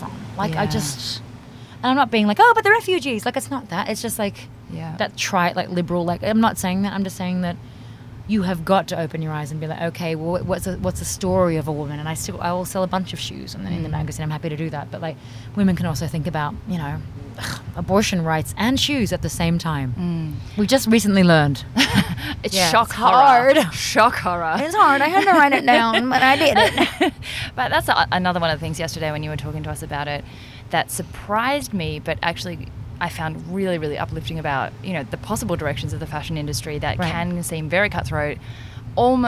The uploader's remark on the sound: Enjoying the soothing sounds of the Caribbean ocean that we left in for your enjoyment, so there’s lots of random chatter and giggles.